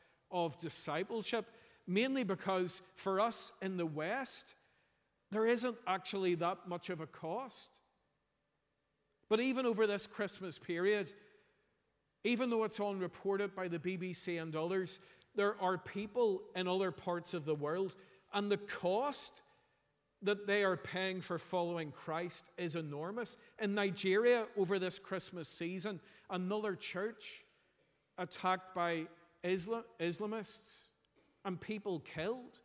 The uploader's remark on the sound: Sunday 31st December 2023 morning service